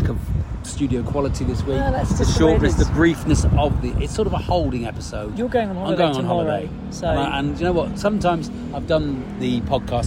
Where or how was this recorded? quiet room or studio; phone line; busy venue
busy venue